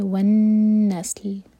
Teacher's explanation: نون پر غنہ اور سین پر سیٹی کی آواز اور پھر لام ساکن